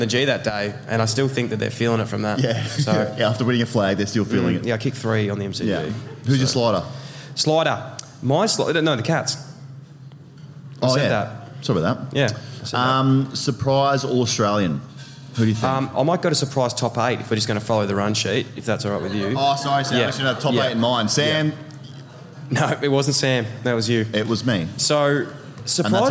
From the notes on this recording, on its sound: We report live from the Pub at Crown with a massive AFL Season preview.